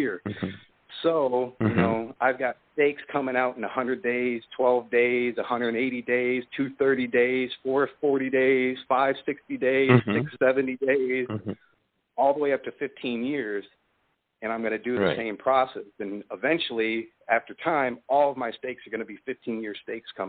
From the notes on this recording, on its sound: It's a call-in show